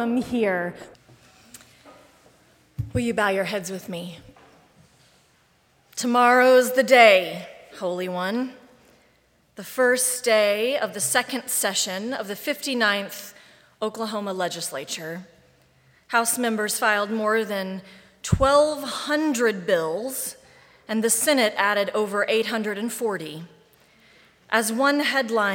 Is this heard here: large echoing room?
yes